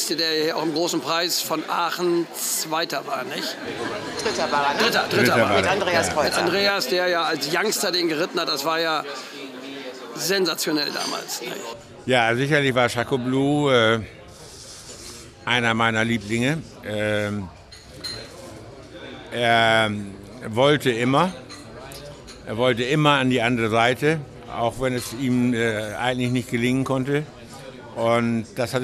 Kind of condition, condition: setting, busy venue